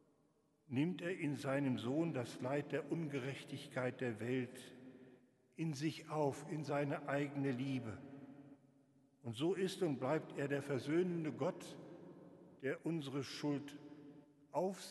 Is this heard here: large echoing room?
yes